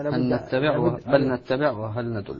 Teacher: اللام الأولى سقطت، اللام سقطت ذات صفة، لكن بقيت النون بغنتها موجودة وهي صفة المدغم فيه، كأنها نون مشددة. هي تصبح نون مشددة. · Term: إدغام كامل